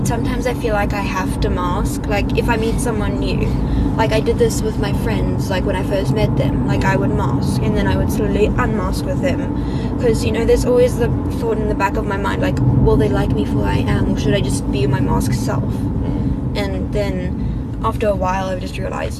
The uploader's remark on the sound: A brave 12 year old speaks in the car.